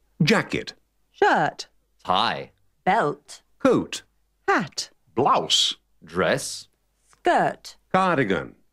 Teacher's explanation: la letra R no se pronuncia cuando va seguida de consonante